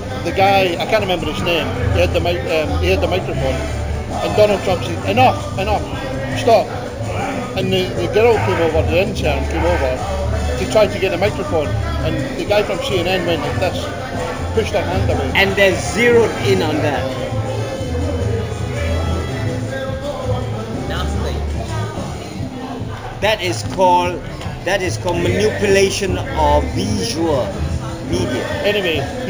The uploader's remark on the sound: I am recording at the bar.